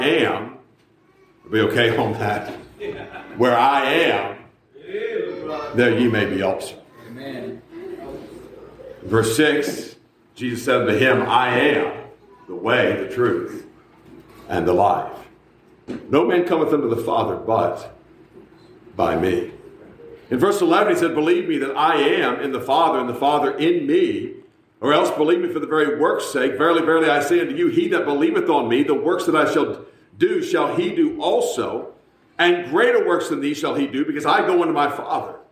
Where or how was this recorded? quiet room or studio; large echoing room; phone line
large echoing room